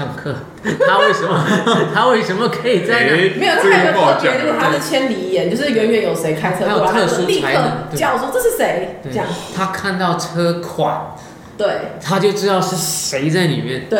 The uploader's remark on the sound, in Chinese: 台北東區酒吧內。錄音地點： Charlie's Sports Bar。